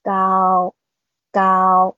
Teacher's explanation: 那么第一声总体上稍微降低一点，也会让人感觉比较软